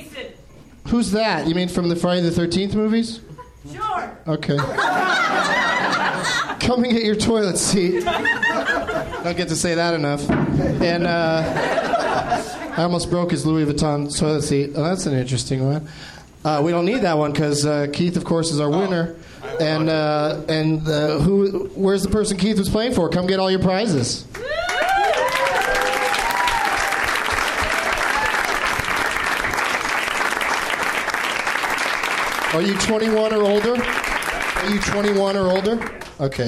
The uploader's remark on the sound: Live from the NerdMelt Showroom in LA